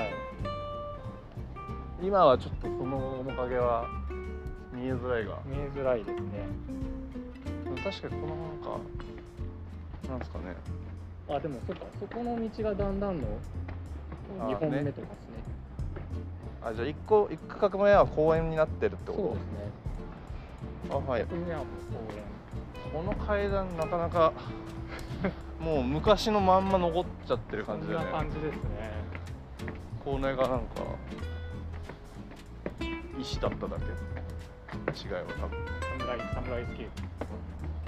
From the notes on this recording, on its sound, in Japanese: 今回の収録は江戸川橋駅から東京カテドラルあたりまで。諸行無常トーク第3弾にしてまさかのロケですが、歩きながらのスマホレコーディングでも意外と声をちゃんと拾えていたので公開します。